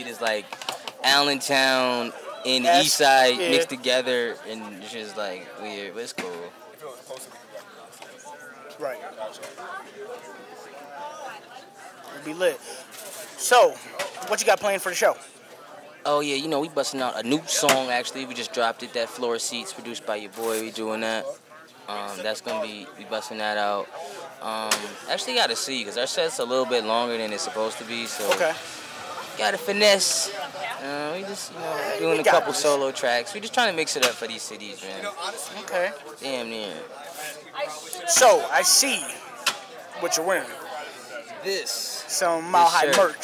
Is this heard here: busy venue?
yes